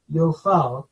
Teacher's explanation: That's what we call a kamatz chatuf, an O-class vowel, in a closed, unaccented syllable, yofal.